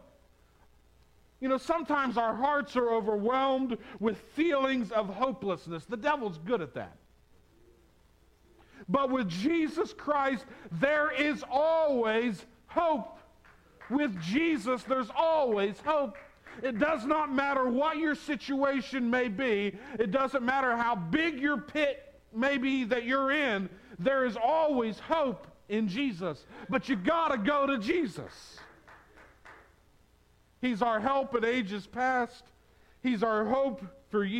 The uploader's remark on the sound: on Palm Sunday 2022 at the Tarrant Bible Methodist Church